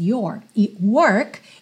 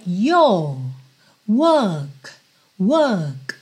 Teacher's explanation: Eu estou falando com sotaque americano, percebe que o meu R está enrolado da porta com a perna esquerda, mas no sotaque britânico, tradicionalmente esse R não seria enrolado, mas ele funcionaria um pouco como um alongamento da vogal anterior · Shown in: second take